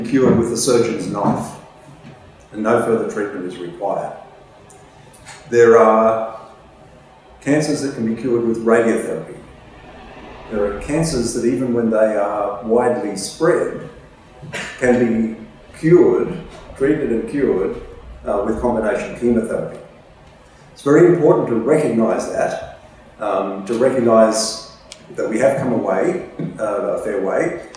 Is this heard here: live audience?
yes